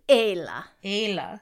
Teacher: And that's because the Fada makes it A. It's a little diphthonged like Ayla, but not enough to be discerning to the ear.